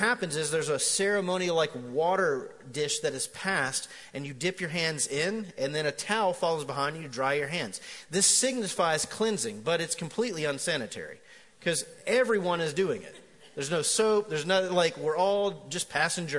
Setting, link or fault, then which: setting, live audience